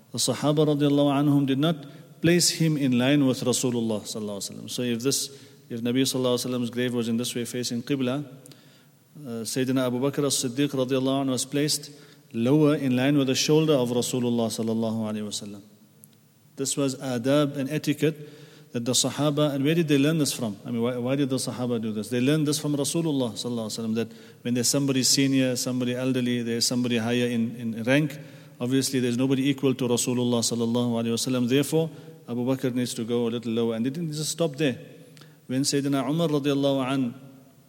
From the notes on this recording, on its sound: at the Houghton Masjid (West Street)